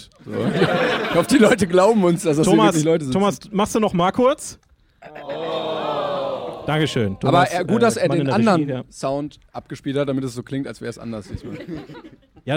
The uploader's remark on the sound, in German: Jede Folge wird live vor Publikum aufgeführt